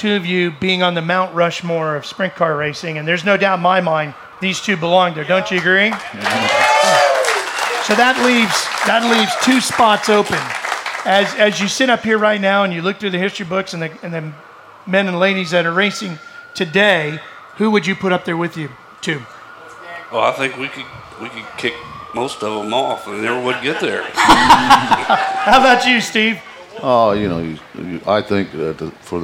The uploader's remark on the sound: Recorded at the 59th Knoxville Nationals in front of a LIVE audience. Two of sprint car racing's biggest names grace the SPEED SPORT stage at the same time!